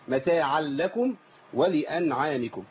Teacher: لام عليها شده لان التنوين دخل في اللام فبقى عندي لامين